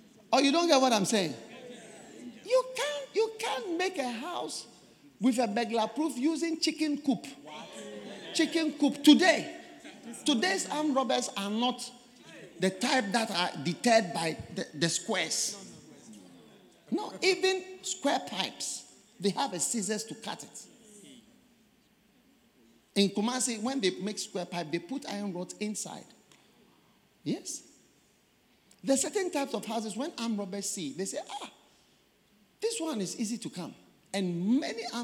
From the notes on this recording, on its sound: Preached at the First Love Centre, Accra - Ghana